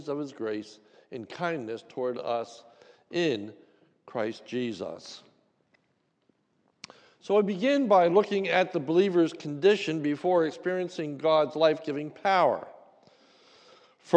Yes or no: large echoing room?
yes